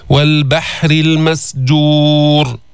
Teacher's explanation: والبحر باء مرققة ما في تفخيم، حاء من الحلق كمان مرققة مستفلة ما في تفخيم، والراء مكسورة.